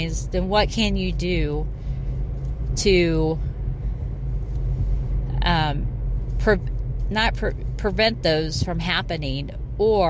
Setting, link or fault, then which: setting, inside a vehicle